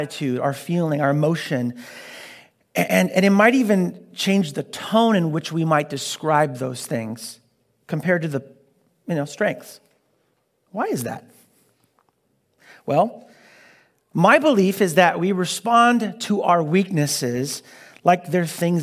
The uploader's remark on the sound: Delivered on 13 March 2022 at Grace Church of La Verne. At Grace Church of La Verne.